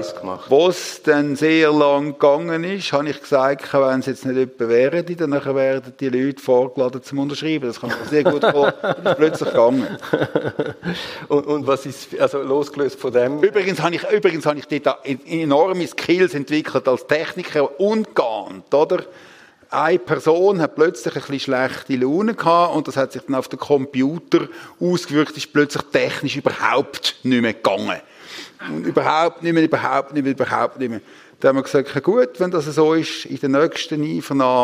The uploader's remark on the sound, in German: Im Live-Podcast im Dolder Grand in Zürich